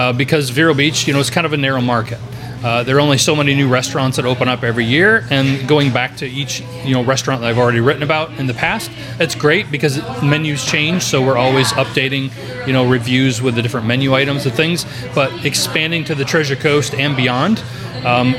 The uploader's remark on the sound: Pop-Up Podcast. We shot this live, on location at Cafe 66!